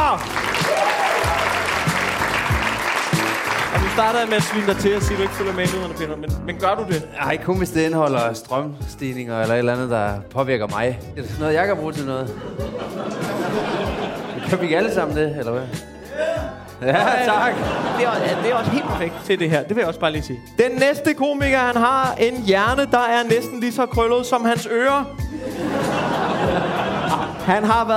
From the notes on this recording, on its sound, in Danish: Optaget live på Comedy Zoo